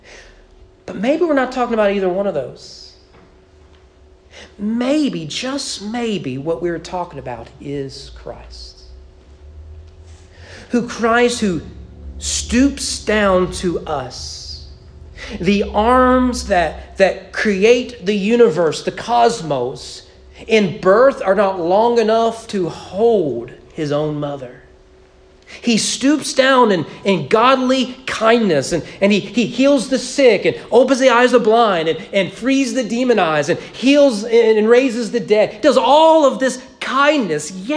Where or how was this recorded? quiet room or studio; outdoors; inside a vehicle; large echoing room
large echoing room